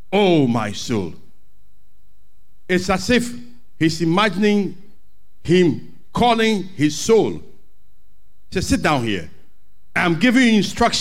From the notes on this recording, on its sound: Sermon preached at CBC Shiashie Campus